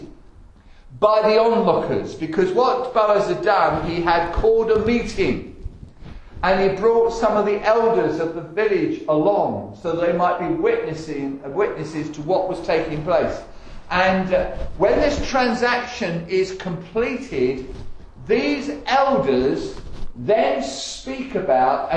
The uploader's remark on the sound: Estuary Elim Church Rayleigh Morning Service